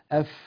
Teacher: الفاء من باطن الشفة السفلى مع أطراف الثنايا العليا